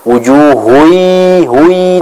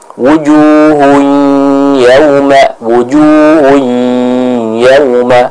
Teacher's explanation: balance antara suara yang ada di hidung dan suara yang ada di mulut itu seimbang · Shown in: second take · Term: idgham bi ghunnah